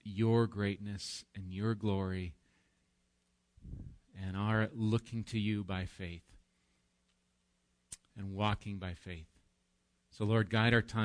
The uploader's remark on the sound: Recorded live at Bethany Bible Church on 4/7/19